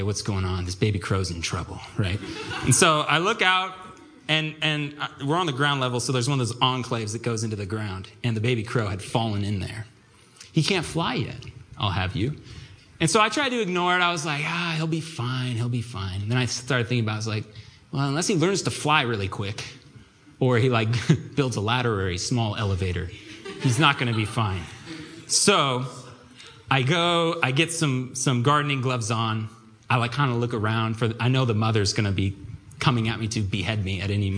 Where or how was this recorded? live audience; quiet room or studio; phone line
live audience